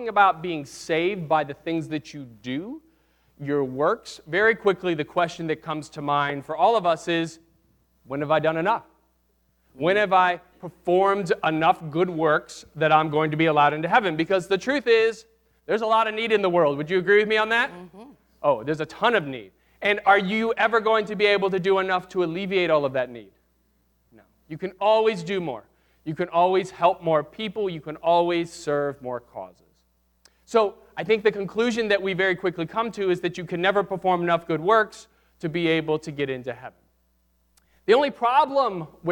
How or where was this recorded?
large echoing room